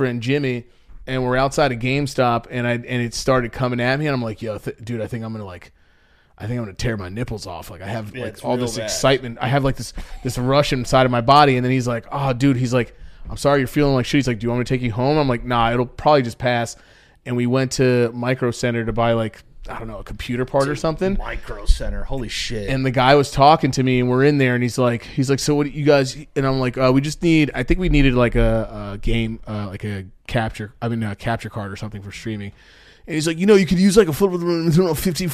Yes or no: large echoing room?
no